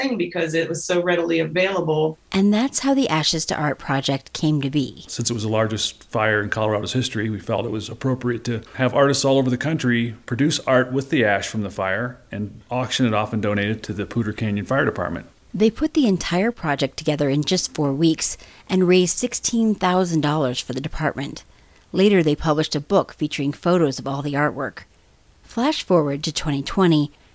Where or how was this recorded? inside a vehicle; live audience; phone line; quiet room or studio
quiet room or studio